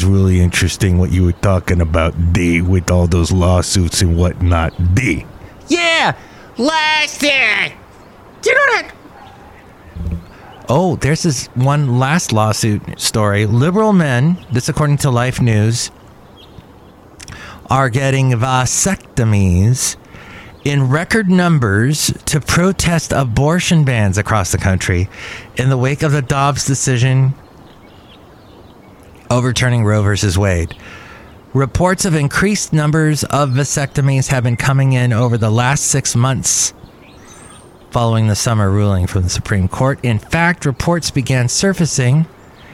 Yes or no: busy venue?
yes